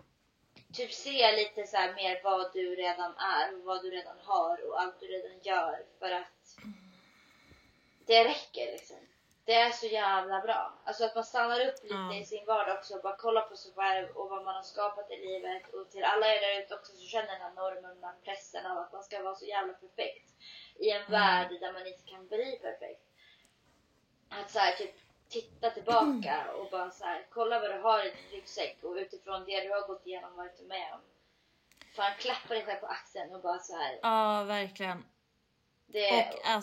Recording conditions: uneven or low level